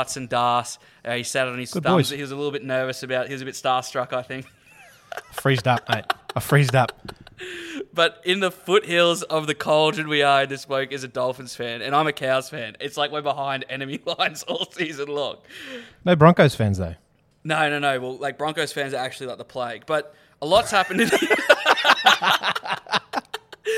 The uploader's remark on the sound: Live from the world famous Caxton hotel.